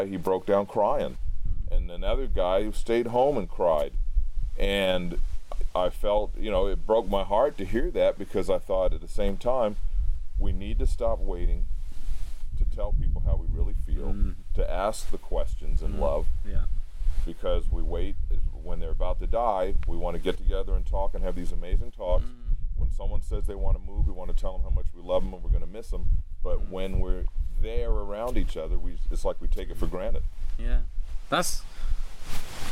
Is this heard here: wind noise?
yes